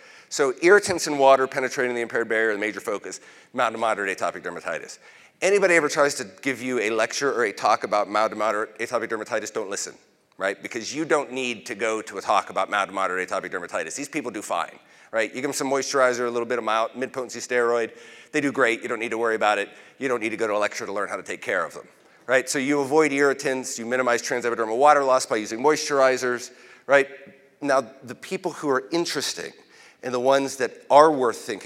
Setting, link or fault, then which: setting, large echoing room